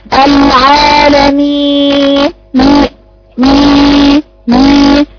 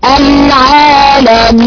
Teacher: اقرأها وقفلت مناخيري وانا بقرأ بالخيشوم العالمين مين مين، والصحيح العالمين الياء خالصة تماما من الغنة · Shown in: second take